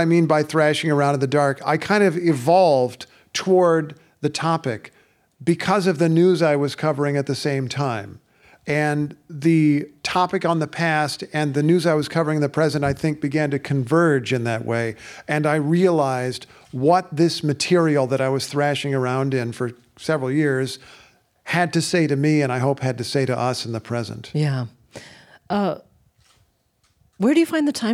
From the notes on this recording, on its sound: Recorded before a live audience at WBUR’s CitySpace.